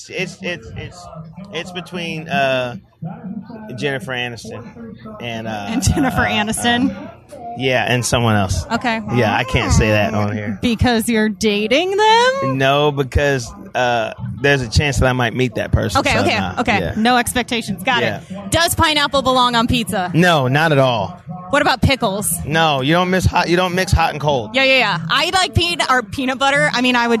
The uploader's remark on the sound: backstage at Nashville in the Neighborhood